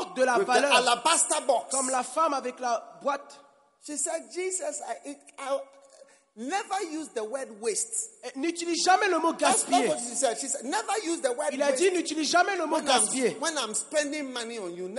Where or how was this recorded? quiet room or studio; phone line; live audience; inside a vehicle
live audience